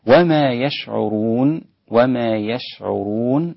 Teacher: ونقف على النون بالسكون المحض المجرد